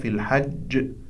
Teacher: يعني القلقلة تكون قلقلة كبرى، إذا كانت الكلمة تنتهي بالحرف المشدد فتكون القلقلة أيضا أشد. إذا قلنا في الحج كأنما الجيم كانت ساكنة، ولكن الجيم كما تشاهدون مشددة، ونؤكد على الجيم وتقع الضغط الصوتية على الجيم المشددة في الحج.